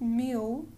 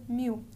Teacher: when you have an L on the end of the word, it sort of meshes into the vowel sound. · Shown in: second take · So it's not pronounced mil, but rather mil.